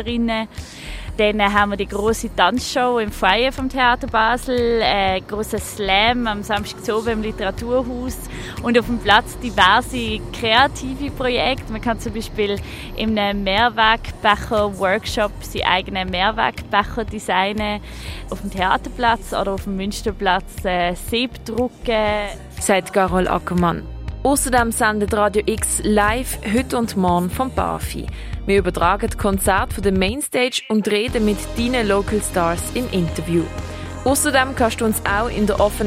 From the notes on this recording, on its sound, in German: Jugendkulturfestival. Radio X sendet live vom Barfi und du kannst uns in der offenen Kirche Elisabethen besuchen kommen.